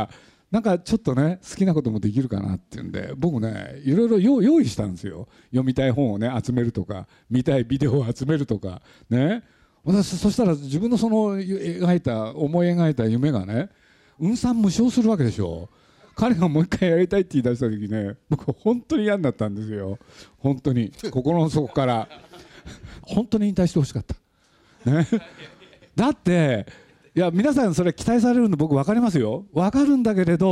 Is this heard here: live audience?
yes